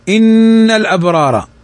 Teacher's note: نون فوقها الشدة تغن بمقدار حركتين · Term: نون مشددة